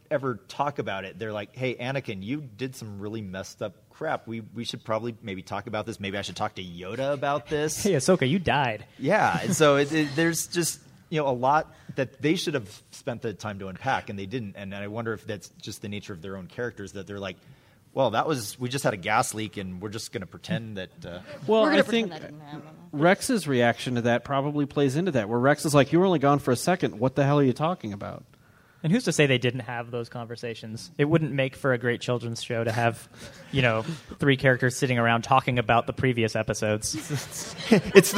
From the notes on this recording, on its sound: Another SLCC Panel.